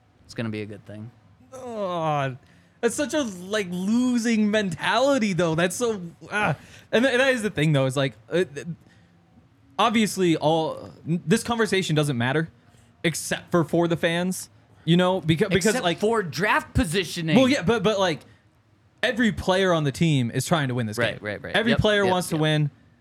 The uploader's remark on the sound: coming to you LIVE from the DNVR Bar